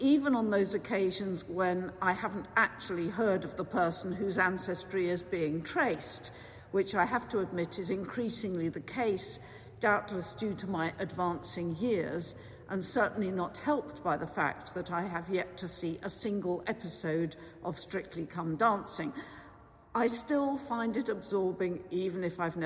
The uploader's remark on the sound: This special service for Remembrance Sunday, 12th November 2023, has been collated from archive live music recordings together with prayers, sermon and readings for the appointed day specially recorded in church and in people's homes. This service is sung by our professional St Bride's Choir who are joined by the St Bride's Orchestra.